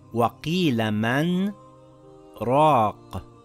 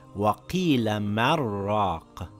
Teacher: For example, it says, وَقِيلَ مَنْ رَاقَ. I took a slight pause after the word man, and without taking another breath, then I continued reading. · Shown in: first take